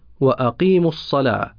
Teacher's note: الميم حرف متحرك وبعده حرفان ساكنان وهما الواو والصاد، فتحذف الواو وتقرأ وأقيم الصلاة.